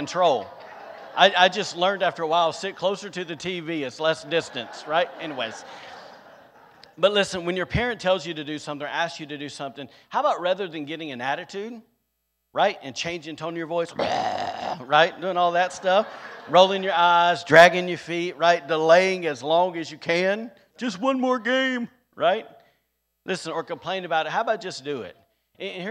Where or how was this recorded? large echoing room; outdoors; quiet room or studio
large echoing room